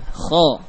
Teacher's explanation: dengan suara yang mufakhamah, dengan suara yang menebal, seakan-akan memenuhi kita rasakan memenuhi rongga mulut kita